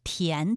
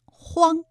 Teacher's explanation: 答案是田字，它有韵母安。这里啊，还有一个后鼻音荒，韵母是昂 · Term: 前鼻音